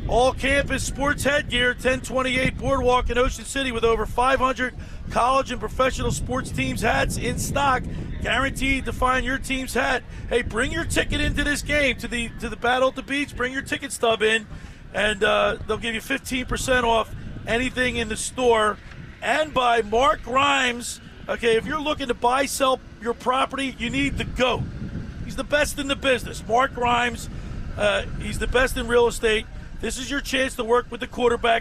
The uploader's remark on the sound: Locker Room Live Broadcast at the Battle at the Beach football Classic in Ocean City NJ. We broadcast Live at the Battle At The Beach High School Football Classic in Ocean City.